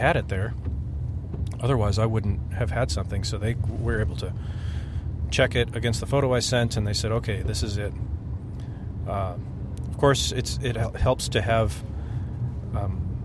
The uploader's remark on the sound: Recorded this on the car ride to the airport to retrieve the bags.